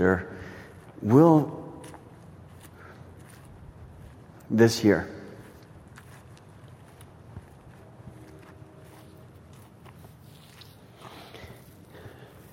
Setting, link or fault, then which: setting, outdoors